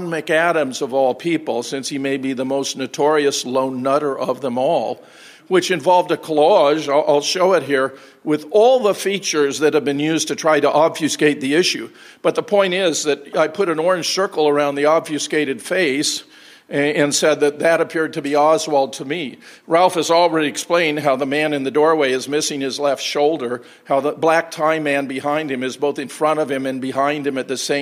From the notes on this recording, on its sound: Keynote presentation at the JFK 50th Commemoration hosted by the Oswald Innocence Project.